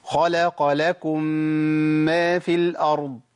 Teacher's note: أول حلقة قلنا إن الميم المشددة، الميم المشددة بتاخد زمن حركتين